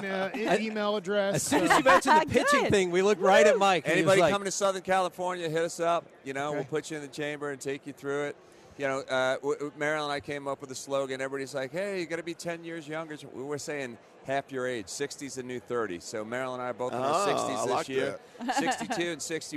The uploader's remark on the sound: LIVE from Radio Row in Las Vegas!